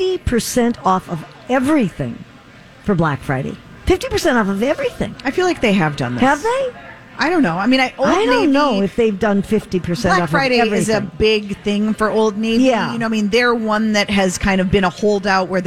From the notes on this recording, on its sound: Live at the General Store of Minnetonka